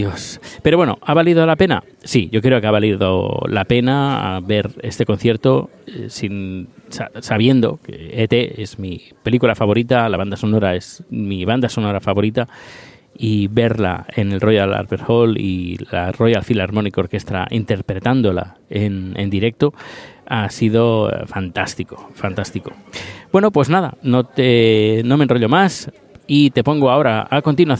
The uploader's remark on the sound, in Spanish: E.T. en el Royal Albert Hall. Lo aderezo con una grabación que hice dentro del recinto.